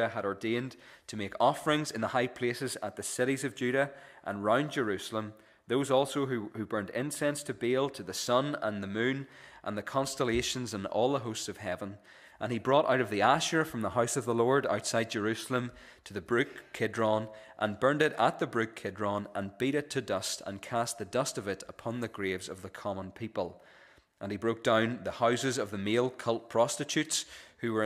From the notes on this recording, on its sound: This is the recording of the Bible reading and sermon from our evening service on Sunday 20th August 2023